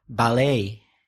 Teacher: In British English, ballet. And in American, stressing the second syllable, ballet.